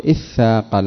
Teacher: ومثلها اثاقل، أصلها تثاقل، تثاقل. ثم تبدل التاء ثاء لأجل أن تدغم ثاء في الثاء